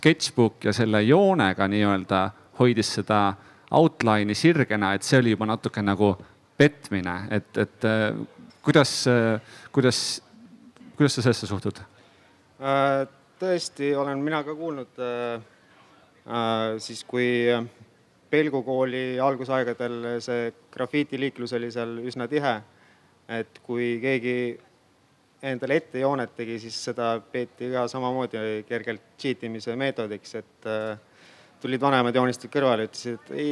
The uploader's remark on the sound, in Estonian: Juulil 2021 kunstifestivalil "Ma ei saa aru" – tänavakunst Telliskivi Loomelinnakus.